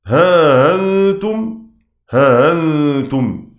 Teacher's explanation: الأصبهاني يقرأ بهمزة مسهلة مع إثبات الألف وحذفه